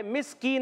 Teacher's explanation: زبان کی جڑ اور تالو کے سخت حصے سے کاف ادا ہوتا ہے مسکین میں مس سین سی ڈی کے ساتھ ادا ہوگا اور